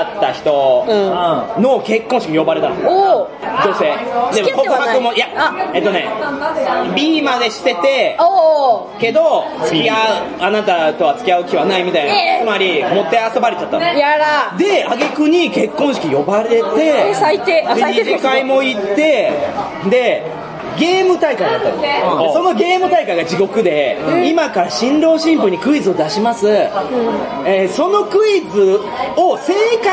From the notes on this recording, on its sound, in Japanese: 店内収録のため、騒音雑音が激しく入っております。